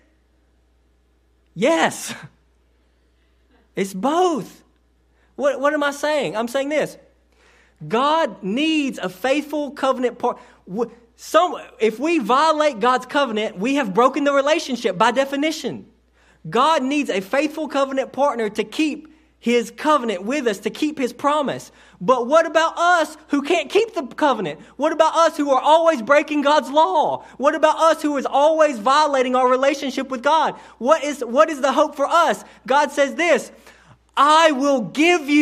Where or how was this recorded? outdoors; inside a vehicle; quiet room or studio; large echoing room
large echoing room